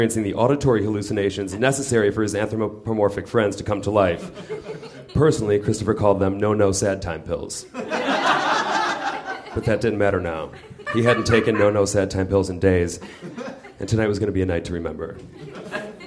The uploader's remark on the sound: At the nerdmelt theater in LA.